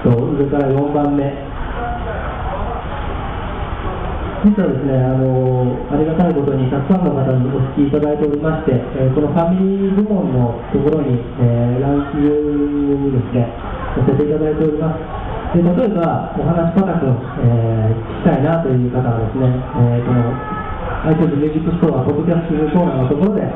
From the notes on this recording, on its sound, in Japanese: ポッドジャム名古屋栄の様子をお届けします。名古屋駅の雑踏より歩きながらの録音です。